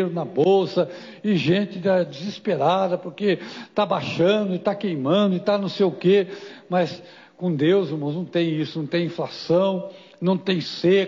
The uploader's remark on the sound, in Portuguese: Culto gravado em 26/08/2022 durante culto da cura e libertação